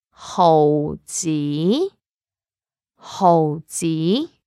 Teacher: hou, it's a lowest tone, low flat tone. Zi, it's a rising tone.